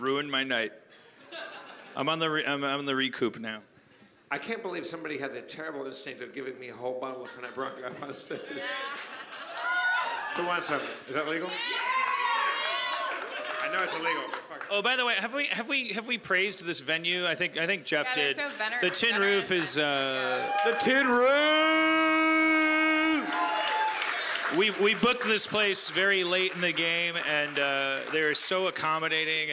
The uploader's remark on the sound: LIVE from The Tin Roof in San Diego 2015